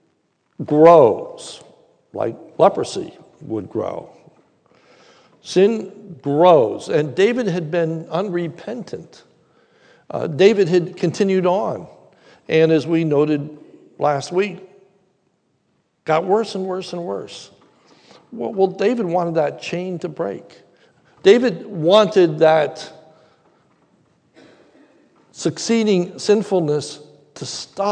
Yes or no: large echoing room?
yes